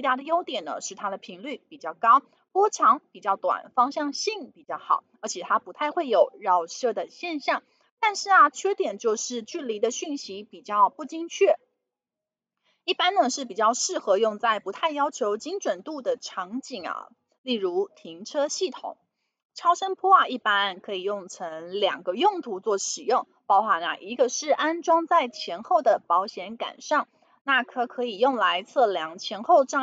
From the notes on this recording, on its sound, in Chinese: 本集有些許雜音，已亟力避免，如有察覺請多多包涵。